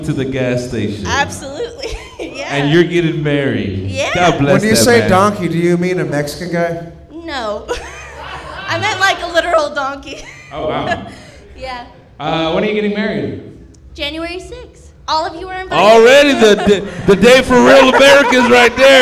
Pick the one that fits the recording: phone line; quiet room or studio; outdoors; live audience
live audience